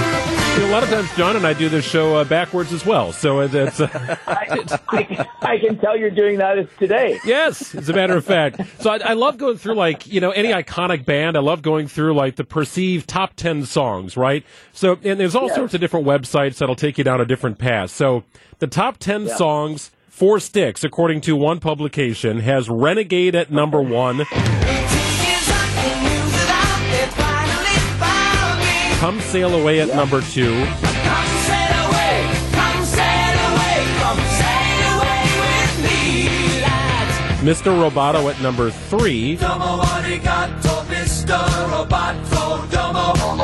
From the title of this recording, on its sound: LIVE at Summerfest Weekend 3!